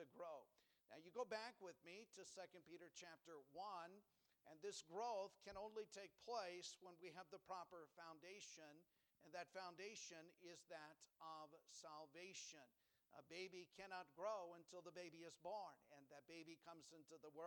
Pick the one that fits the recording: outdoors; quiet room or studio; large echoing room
large echoing room